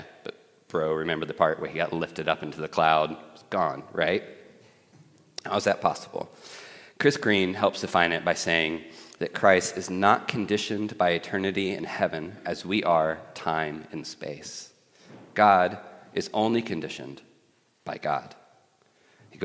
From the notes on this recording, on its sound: at The Table worship gathering on Sunday, May 21st 2023